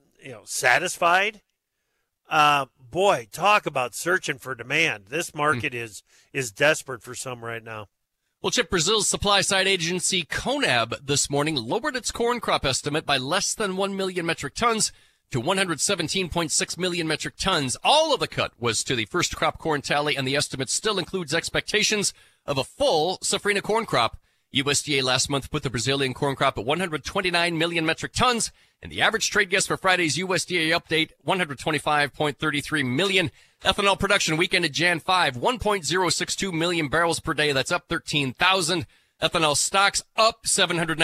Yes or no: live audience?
no